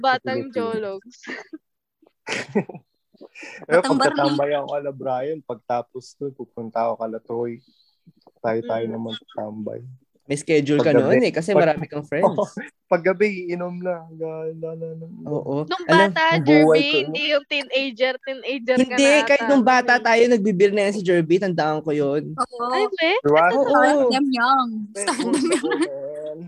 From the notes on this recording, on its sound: In our debut and first ever Zoom call